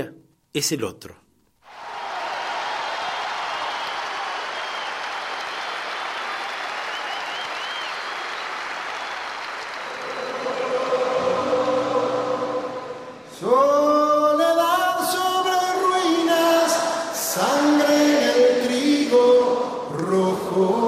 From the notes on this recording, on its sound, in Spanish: y a capella, con su público